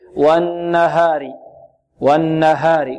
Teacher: عند ترقيق الهاء نحذر من تقليلها، خاصة الآن جاءت بعدها راء مكسورة